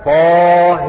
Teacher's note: وأمال الهاء وفتح الطاء أبو عمرو وورش، فيقرآن هكذا طه.